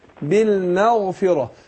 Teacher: خدي بالك ما فخمش الميم، مش بالماء بالمغفرة.